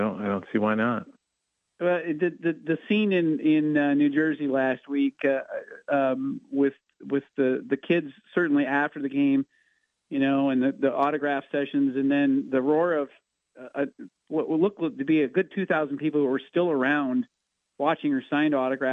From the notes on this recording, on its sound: With GMigs closed for the weather, the boys call in from their respective homesteads.